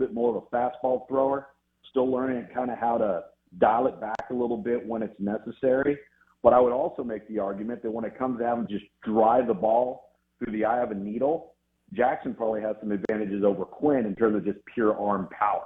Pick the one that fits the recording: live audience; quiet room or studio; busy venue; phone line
phone line